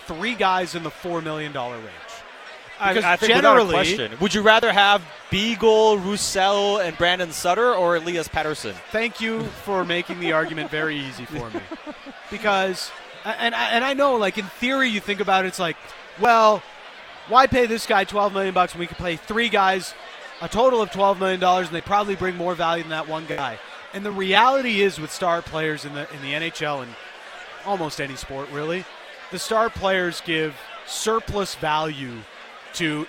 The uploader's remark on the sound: live at the JCC Sports Dinner